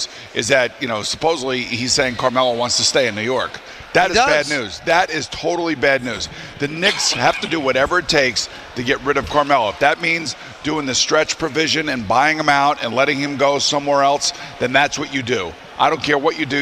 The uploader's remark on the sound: a special show live from Grand Central Terminal